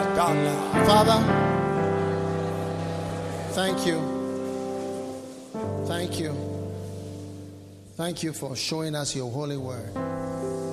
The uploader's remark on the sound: Preached at the Nerelugu Pastors‘ Conference.